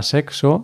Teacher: Si va entre dos vocales, como la palabra sexo, se pronuncia como KS